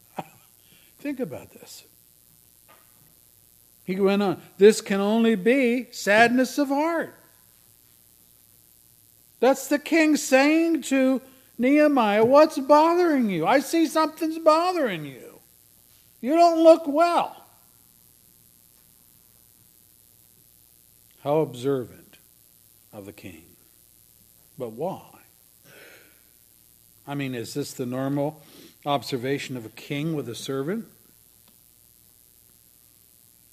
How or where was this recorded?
large echoing room